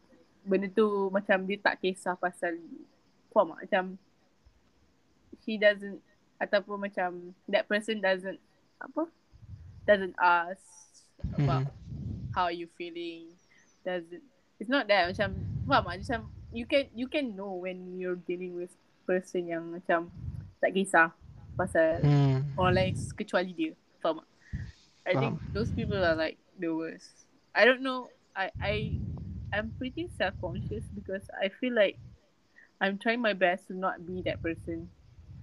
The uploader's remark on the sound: sorry for my audio… i will use a microphone next time